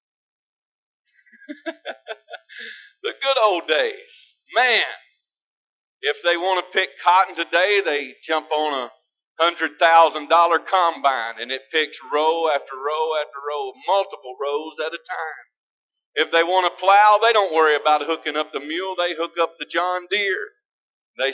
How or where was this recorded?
large echoing room